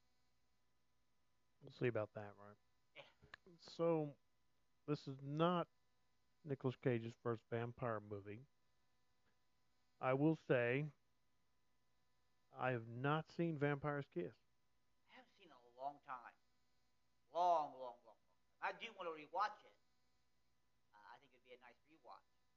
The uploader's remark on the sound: To our dismay, this episode contains some audio issues that we were unaware of at the time of recording it. We have been changing and experimenting with our set up to capture the best audio for our listeners.